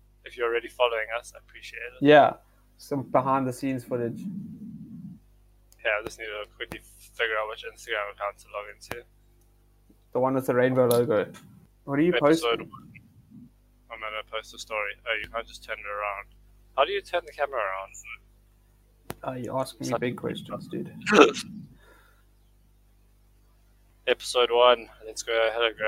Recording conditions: poor sound quality